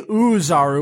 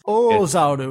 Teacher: It's a long extended O sound at the beginning. · Shown in: second take